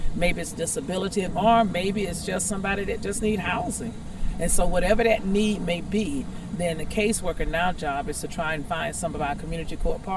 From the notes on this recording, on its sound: My role at the conference was to interview participants